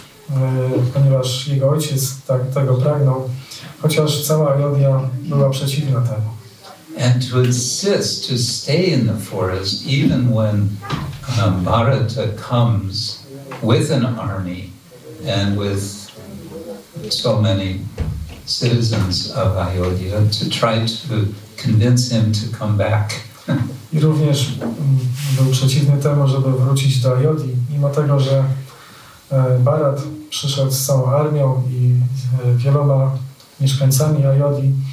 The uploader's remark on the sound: Ramanavami - lecture from ISKCON Warsaw temple. Wykład ze świątyni warszawskiej.